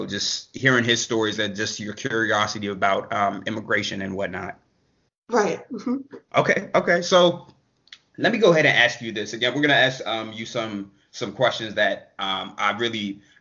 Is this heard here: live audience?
no